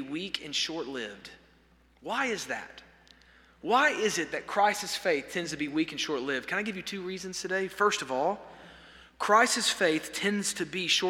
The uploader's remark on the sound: This sermon was delivered on September 27, 2023 at First Baptist Church Hendersonville, NC during the Wednesday night Bible study hour.